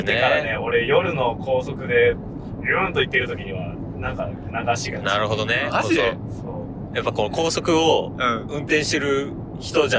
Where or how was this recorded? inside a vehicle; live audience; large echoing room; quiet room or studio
inside a vehicle